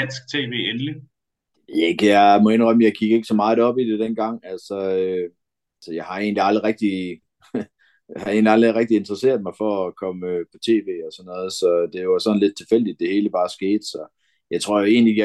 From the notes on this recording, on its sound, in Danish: vi har optaget det via Zoom, så hvis lyden lyder meget speciel, så er det derfor